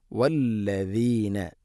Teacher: എന്നിരുന്നാലും വല്ലദീന വല്ലസീന എന്നോ വല്ലദീന എന്നോ അല്ല. വല്ലദീന നാവിൻ്റെ അറ്റം മുൻപല്ലുകളുടെ ഇരുനിരകൾക്കിടയിലൂടെ അല്പം പുറത്തോട്ട് നിൽക്കണം. · Term: ദാലിൻ്റെ ഉച്ചാരണം